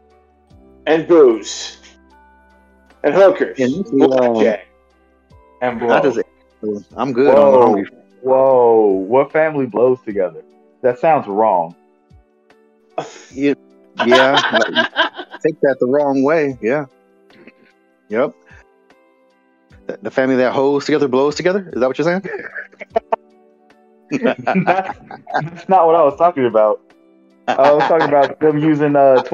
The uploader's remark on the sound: Once again please excuse the mic issues.